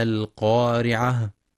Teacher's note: ينتبه القارئ لتفخيم القاف في أعلى مراتبها لأنها مفتوحة وبعدها ألف، ولترقيق الراء لأنها مكسورة، والوقف على التاء المربوطة هاء ساكنة مع بيان صفة الهمس فيها، القارعة، حيث يخطئ من يقرأ القارعة بإسقاط الهاء وقفا، القارعة، والصواب إتمام الهاء وهمسها.